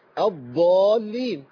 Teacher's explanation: الضاد المقروء بها في مصر واللي اصطلح عليها كثير من العلماء واتفقوا عليها هي ضاد قليله الرخاوه بنسبه بسيطه